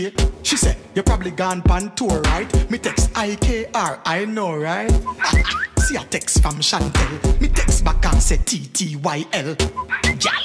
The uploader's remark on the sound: on location at the Sugar Shack Tattoo Parlour in Kincardine